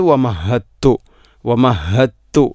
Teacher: ദാലിനെ ത എന്ന അക്ഷരത്തിലേക്ക് ഇദ്ഗാം ചെയ്യുന്നു, പൂർണ്ണമായിട്ടും അതിനെ നമ്മൾ ഇദ്ഗാം ചെയ്യുന്നു. · Term: ഇദ്ഗാം മുതജാനിസൈൻ